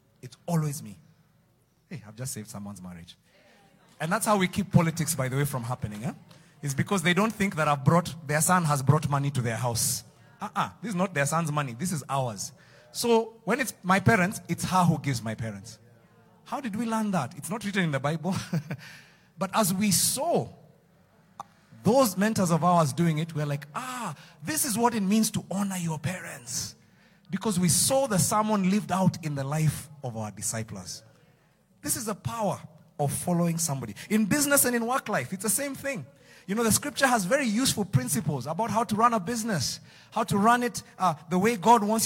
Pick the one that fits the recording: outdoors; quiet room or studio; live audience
live audience